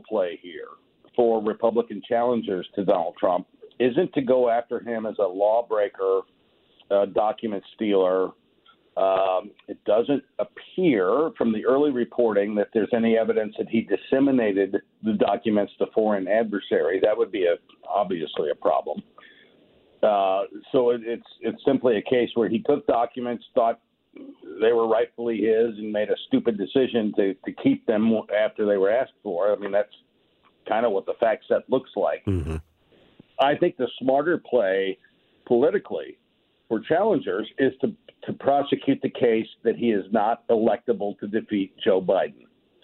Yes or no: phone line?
yes